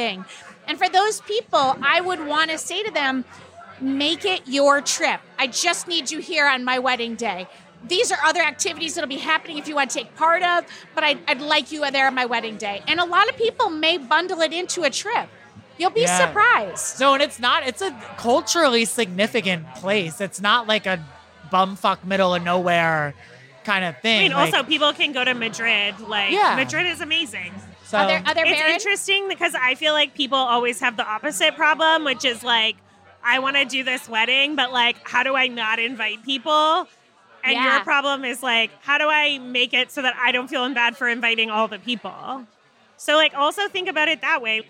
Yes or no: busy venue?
yes